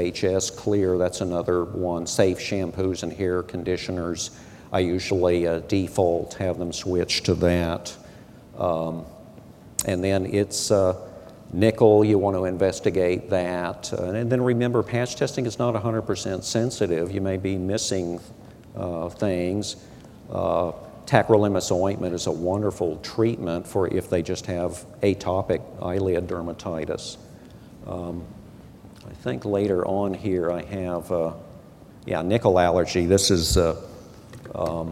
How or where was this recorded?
large echoing room